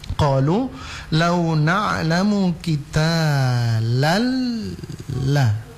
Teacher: Dia langsung melebur, tanwin itu langsung melebur ke lam yang berikutnya tanpa disertai suara mendengung. · Term: idgham bila gunnah